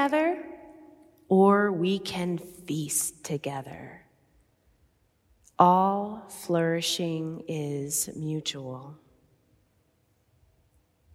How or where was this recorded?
large echoing room